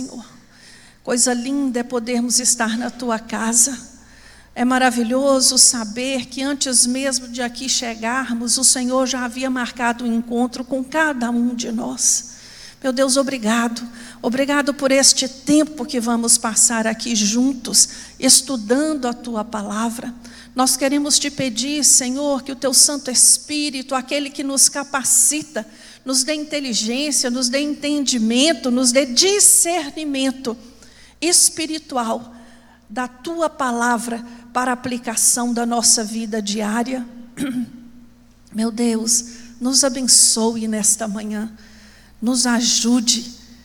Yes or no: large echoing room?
yes